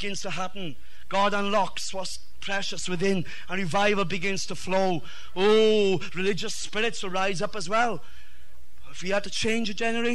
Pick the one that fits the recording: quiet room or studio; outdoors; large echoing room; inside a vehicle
large echoing room